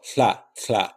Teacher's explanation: And I was saying, all right, this sound in the old version of Dothraki, which I call Proto-Plains, will be a lateral fricative with a dental articulation